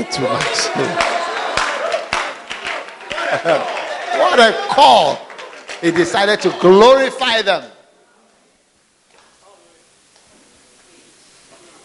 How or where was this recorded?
live audience